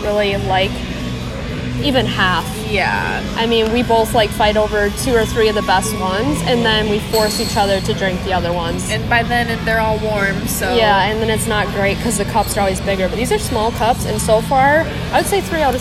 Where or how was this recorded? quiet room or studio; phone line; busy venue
busy venue